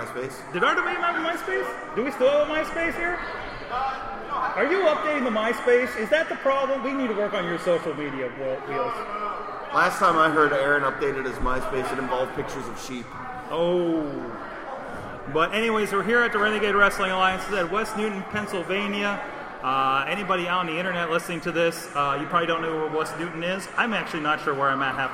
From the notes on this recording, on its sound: This is a special live episode recorded as fans filed in for RWA Open Season in West Newton, PA.